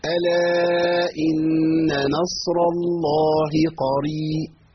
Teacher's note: نصر الله الهاء مرققة وبعدها قاف، يبقى الهاء في اسم الجلالة وقعت بين اللام المغلظة وبين القاف المفخمة